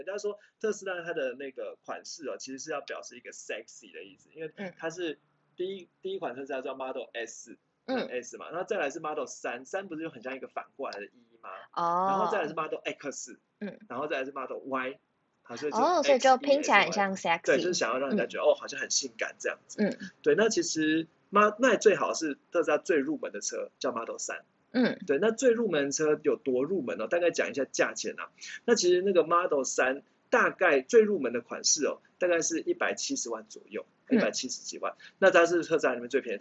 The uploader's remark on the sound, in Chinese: 抱歉EP1-7收音較差